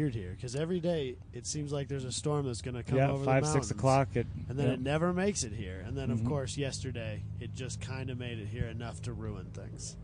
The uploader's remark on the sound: At #GRIDLIFE Alpine Horizon Festival